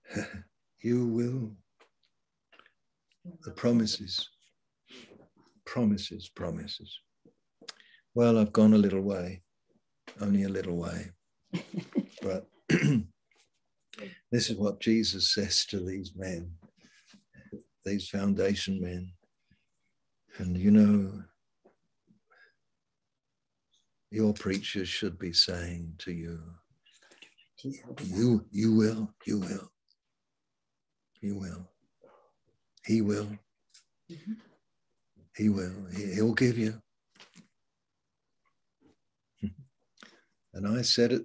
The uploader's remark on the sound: Malaysia Meets (Zoom)